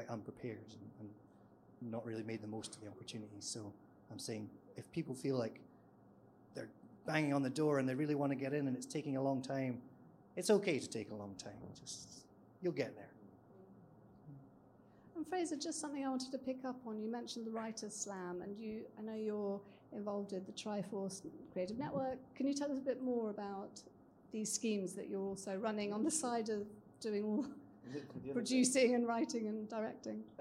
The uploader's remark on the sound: This episode is a live recording of our special writer's panel discussion at the New Voice Awards 2020.